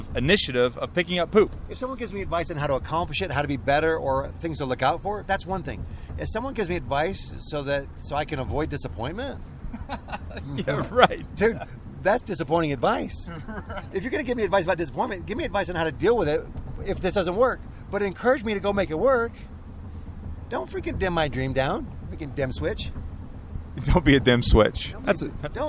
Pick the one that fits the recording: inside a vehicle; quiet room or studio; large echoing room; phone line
inside a vehicle